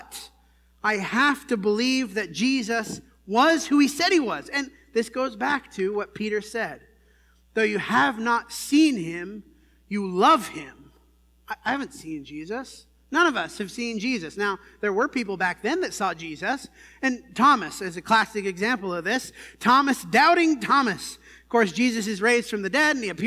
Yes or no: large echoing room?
yes